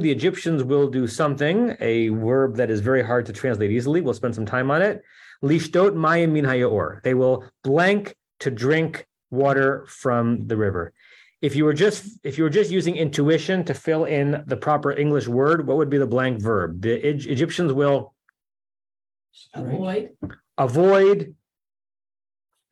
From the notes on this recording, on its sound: At Temple Beth Am, Los Angeles.